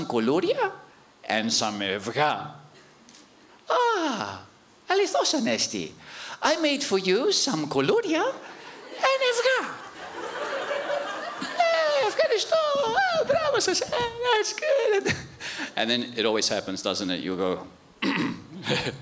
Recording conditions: live audience